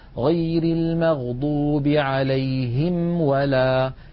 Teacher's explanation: الميم بانطباق الشفتين والواو بانضمامهما من غير انطباق مع بقاء فرجة إلى الأمام. مثلا غير في الفاتحة عندنا غير المغضوب عليهم ولا هم ولا، فلا بد من بيان هذه الميم التي أتى بعدها واو.